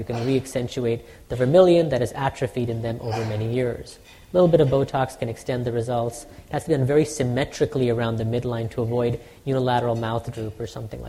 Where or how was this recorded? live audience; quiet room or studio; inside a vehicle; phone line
live audience